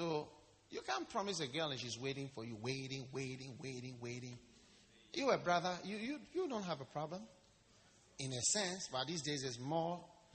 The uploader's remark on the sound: Preached at the Wisdom Impartation Service.